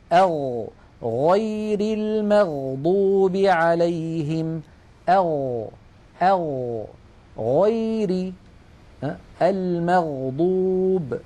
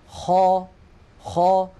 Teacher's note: ومن أدنى الحلق، يعني من أقرب منطقة من الحلق إلى الشفتين، حرفان هما الغين والخاء